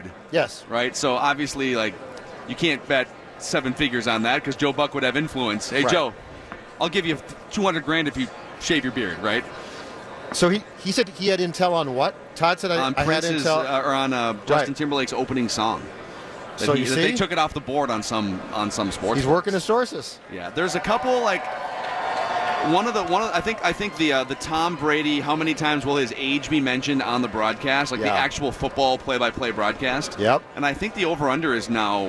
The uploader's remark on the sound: Live from Radio Row all week.